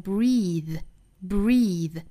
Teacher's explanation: 动词的话它应该是长元音 e 的读法，跟名词读法是很不一样的。动词应该读成 breathe，breathe，并且尾部 th 是浊辅音。所以说我们看到这两个单词，一个是 breathe，一个是 breath。包括最后的一句 You accept yourfate，有一个元音加窝，还有一个连读同化，大家可以把重心落在这些小词的练习上，而不是把重心放到那些生词上哈。好，下面我们